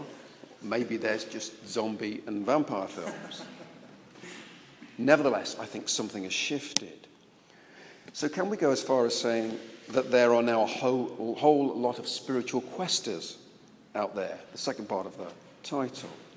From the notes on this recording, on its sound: This address was recorded at the national conference exploring the place of contemplative expressions of church, contemporary mission and fresh expressions of the church at the London Centre for Spirituality.